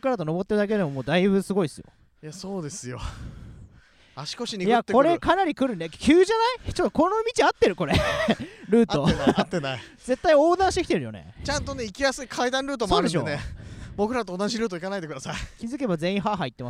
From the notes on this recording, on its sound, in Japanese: 月寒エリアを散歩しながら。今回は、豊平区を代表する公園「月寒公園」に来てみました。野球場が2つもある大きな公園！散策するのにおすすめのコースを歩きながらレポートしていきます。